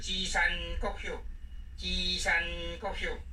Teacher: 吉山国秀，第一调变第六调